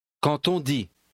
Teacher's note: Notice the liaison between quand and the next word.